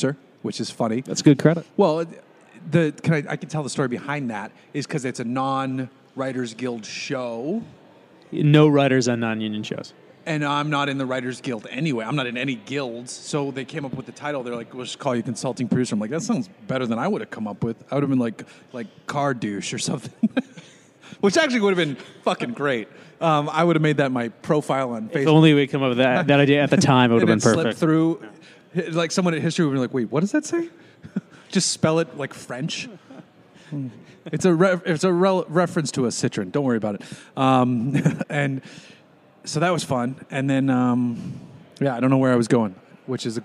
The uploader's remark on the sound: We're recording from a brewery - thanks again Four Sons Brewing !